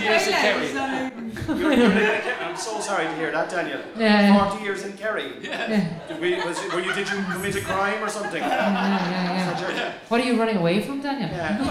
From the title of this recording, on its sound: live at the CoCo Club